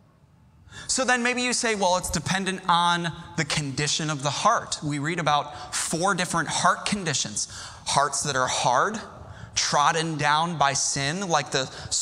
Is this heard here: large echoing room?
yes